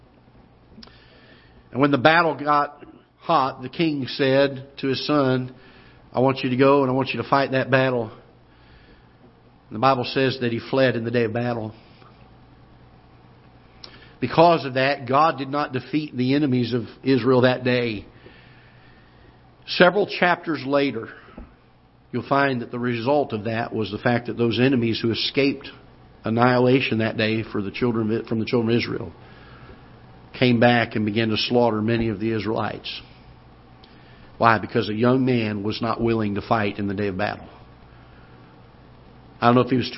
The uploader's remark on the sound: Ketha Heights Baptist Church ~ Live Broadcast